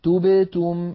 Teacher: لابد من ضم الشفتين عند التاءين وعدم ضمهما عند الباء الساكنة التي بينهما